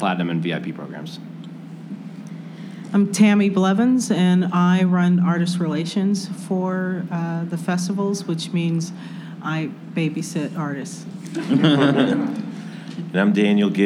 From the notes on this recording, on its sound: In a live panel recorded at the offices of experiential marketing agency Mosaic in Chicago's Fulton Market neighborhood.